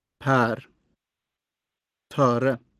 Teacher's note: pronunciation of e and ö before the letter R is more open than in other positions